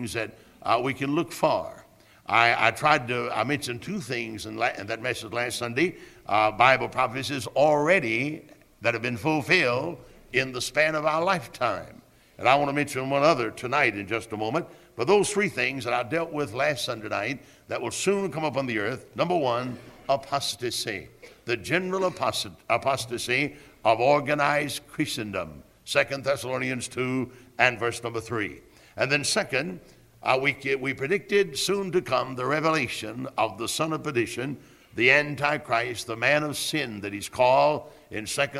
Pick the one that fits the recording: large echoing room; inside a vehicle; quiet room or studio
large echoing room